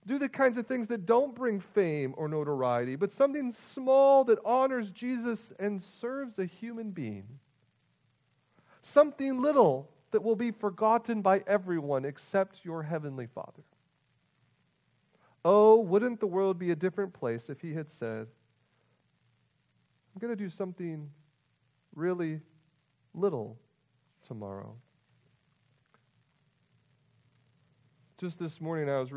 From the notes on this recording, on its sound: Full length audio recording of this week’s worship service.